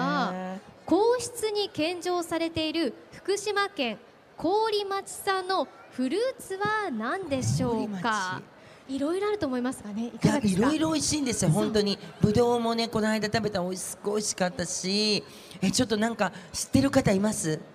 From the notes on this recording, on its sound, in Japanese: 東京の六本木ヒルズアリーナで開催された「福島フェス2016」にて行われたトークイベント